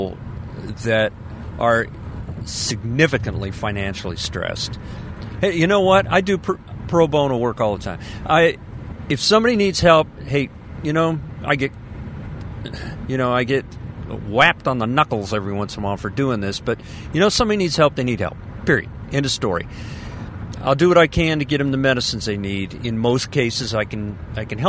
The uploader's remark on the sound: I"m Podcasting in my car, from the coast.